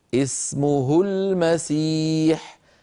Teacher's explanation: اختل الشرط في الحرف الذي بعد الهاء وهو اللام من كلمة المسيح، فاللام ساكنة وبالتالي لا صلة في هذه الهاء